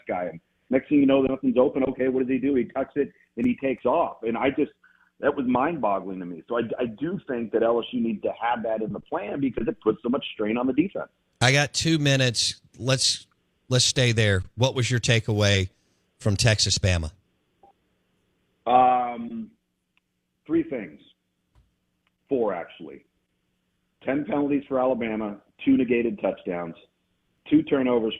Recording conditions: phone line